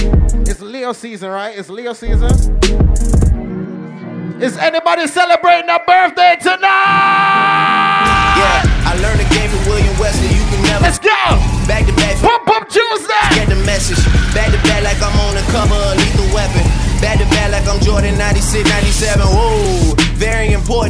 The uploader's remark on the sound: PUMPUM TUESDAY Live Audio. LIVE AT PUM PUM TUESDAY LOS ANGELES PREMIER HOT SPOT IN HOLLYWOOD.